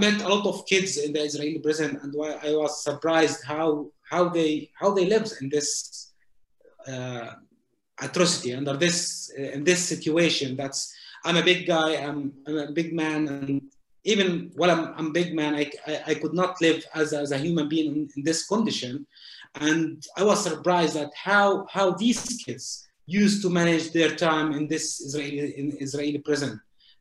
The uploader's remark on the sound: This event was held via Zoom